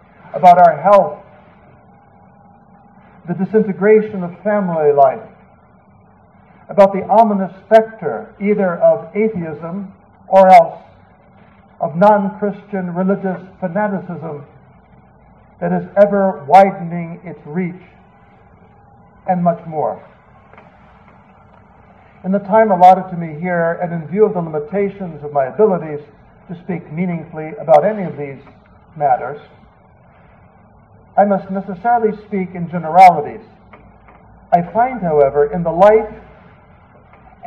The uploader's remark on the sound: 7PM EF Mass. It was delivered at the evening outdoor Mass - a Solemn High Mass in the Extraordinary Form. The quality of this recording is lower because it was not a direct feed. There is a little more background noise.